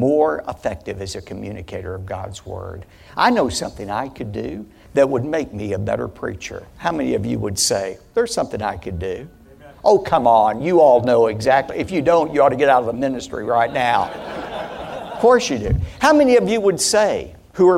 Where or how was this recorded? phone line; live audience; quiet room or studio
live audience